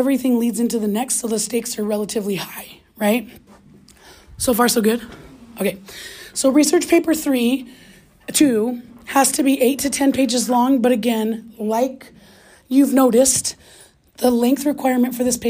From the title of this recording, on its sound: In-Class Lecture